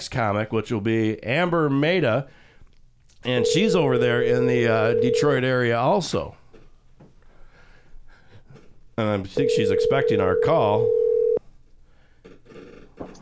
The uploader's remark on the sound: Come to the studio. From Detroit calls. From Detroit joins the crew by phone. The headliner for the "Back in the Haven" comedy show calls.